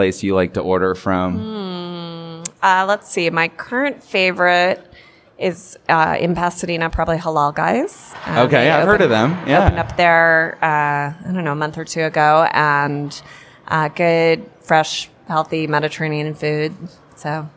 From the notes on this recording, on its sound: Portions of this episode were recorded live in front of a studio audience at Las Vegas Convention Center during ICSC RECon 2019.